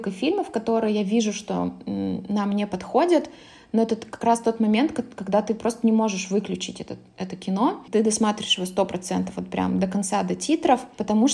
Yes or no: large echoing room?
no